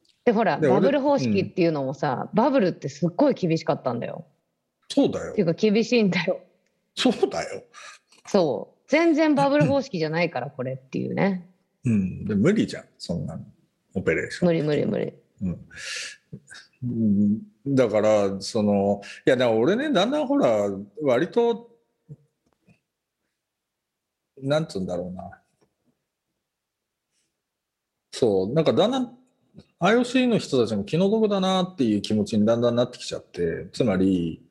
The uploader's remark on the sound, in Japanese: 本編は2021年7月16日に「Zoom」を使用し収録しています。